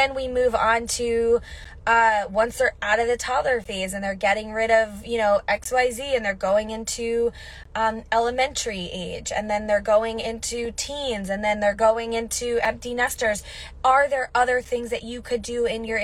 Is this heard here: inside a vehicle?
yes